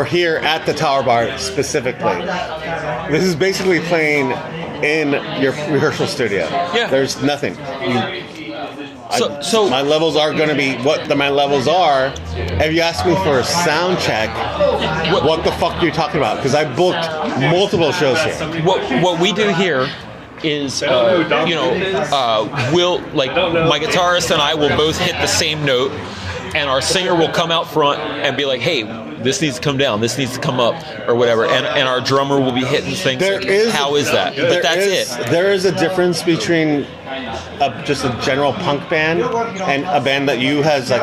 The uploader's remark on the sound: live at The Tower